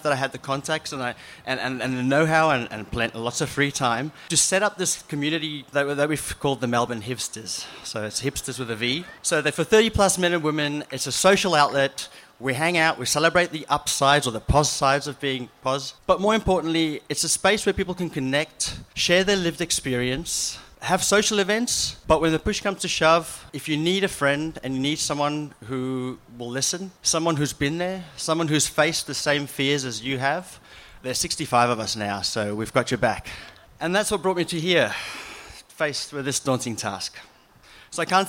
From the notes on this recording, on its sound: JOY 94.9 is proud to present Living Positive Victoria’s International AIDS Candlelight Memorial 2016, recorded live on Sunday, 15 May 2016.